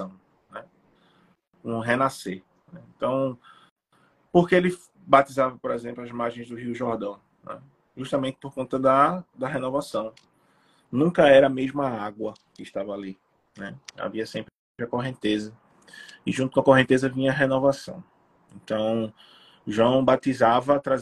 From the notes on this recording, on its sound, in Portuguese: Live realizada através do Instagram